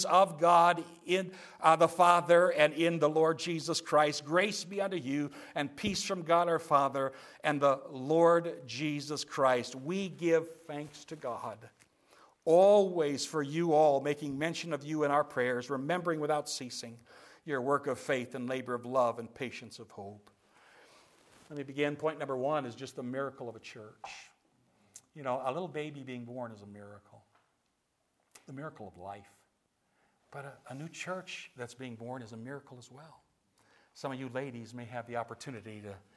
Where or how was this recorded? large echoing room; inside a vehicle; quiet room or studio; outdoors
large echoing room